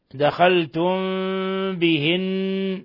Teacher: ميم ساكنة جاء بعدها الباء إخفاء شفوي